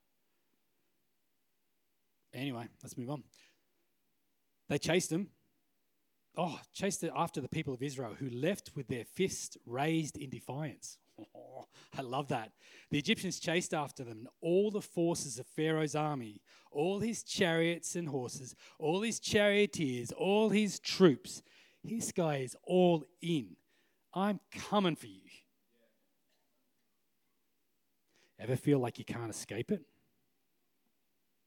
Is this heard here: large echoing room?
yes